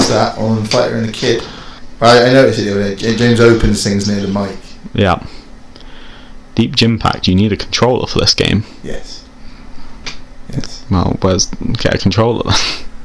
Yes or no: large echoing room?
no